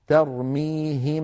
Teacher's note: يعني لما أقول أنا أنظر إلى فمي ترميهم إلى هنا، ترميهم ماذا نطقت؟ نطقت ميما ساكنة بغنة مطولة